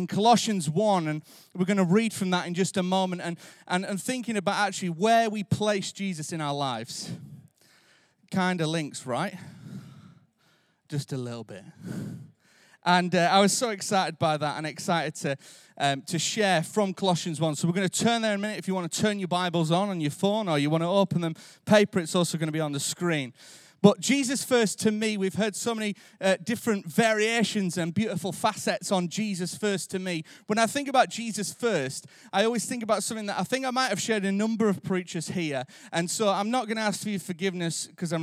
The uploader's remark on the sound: Recorded live at Life Church Lancashire on Sunday 12th March 2023.